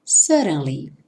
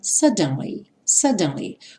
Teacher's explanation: esses dois D's vão ter um som de R